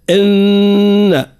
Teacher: إن هنا نبرز الغنة للنون المشددة